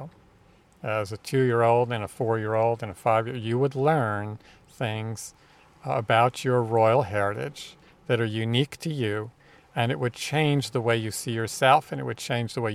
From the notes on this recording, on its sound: This week is a little different in that we are recording outside at the beach in NC, and you might even hear some seagulls and waves.